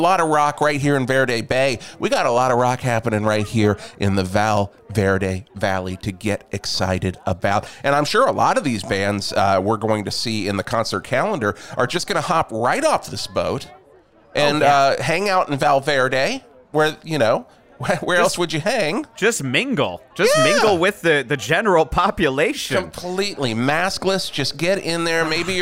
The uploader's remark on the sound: live from the launch of the "800,000 Tons Of Nuthin But Guns" rock cruise sponsored by Livingston Cruise Line!